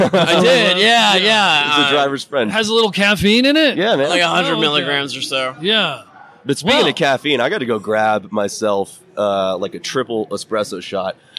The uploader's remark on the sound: broadcasting from the floor of McLeod's UC2019!